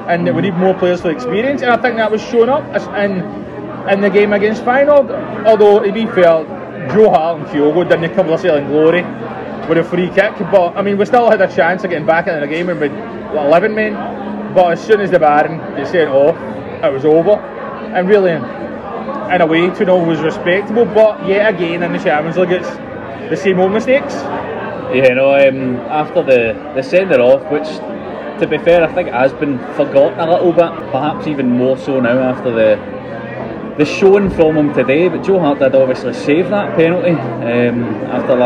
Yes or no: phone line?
no